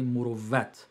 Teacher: A W becomes a V in Farsi.